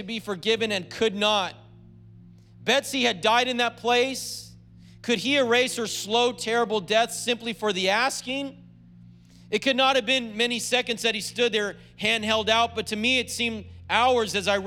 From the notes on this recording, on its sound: was preached on February 27th at the 10AM service.